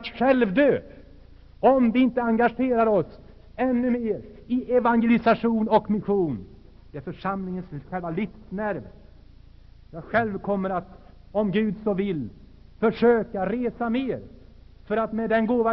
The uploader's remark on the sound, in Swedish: Inspelad i Saronkyrkan, Göteborg 1980-10-19.